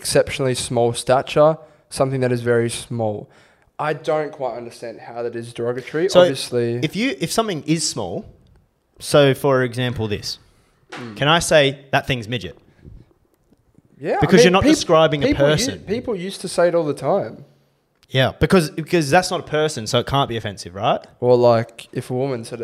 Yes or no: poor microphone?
no